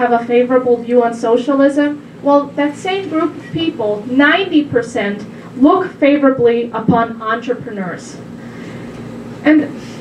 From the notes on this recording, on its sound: Her remarks were recorded at the DC Women's Summit in Washington on June 28, 2019.